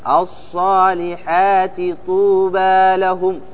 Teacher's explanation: نعطي الألف نعطيها حركتين مد طبيعي